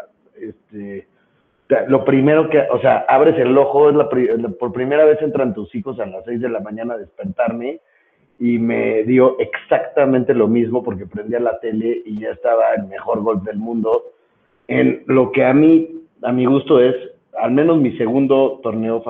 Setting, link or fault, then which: link, phone line